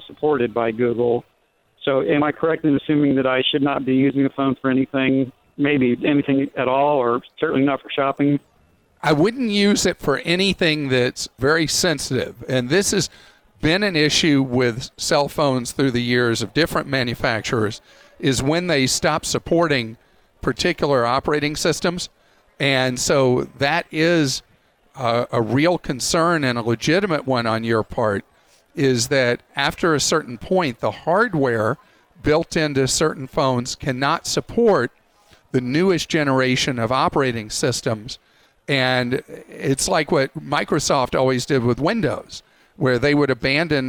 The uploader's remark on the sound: LIVE from CES